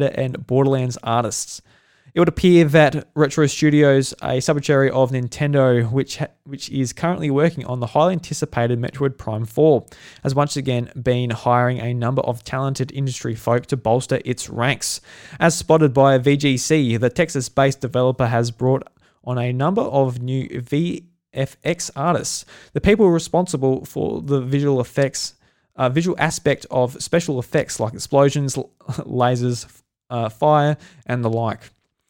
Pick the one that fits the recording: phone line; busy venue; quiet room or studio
quiet room or studio